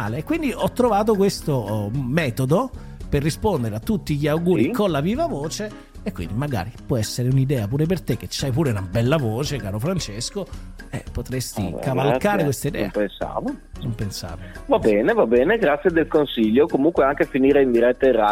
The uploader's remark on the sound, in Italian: al telefono